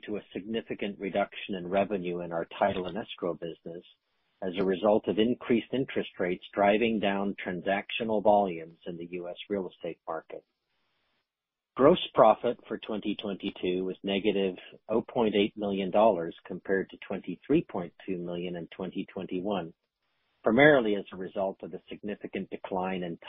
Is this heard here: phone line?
yes